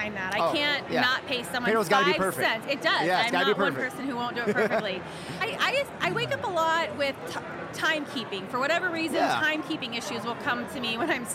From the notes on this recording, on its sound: Executive conversations recorded LIVE from the 42nd annual Payroll Congress in Denver, CO.